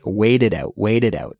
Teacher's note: It's not a harsh T sound. It's more of a softer, almost between a T and a D sound